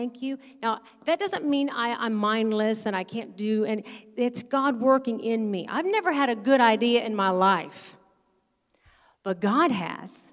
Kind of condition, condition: setting, large echoing room